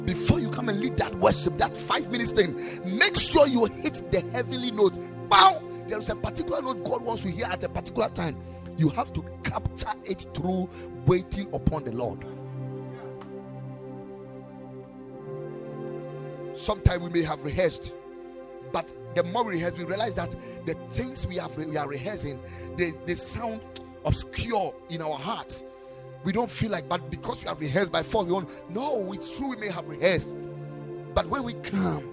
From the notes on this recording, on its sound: Preached at the Ekklesia Chapel